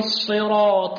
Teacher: أخي الكريم بارك الله فيك، انتبه إلى الصراط وصراط، فخم الطاء جيدا بارك الله فيك، لا تقول الصراط، هذه الطاء انقلبت إلى تاء معك